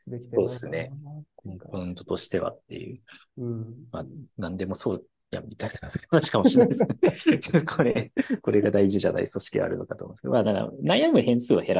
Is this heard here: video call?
yes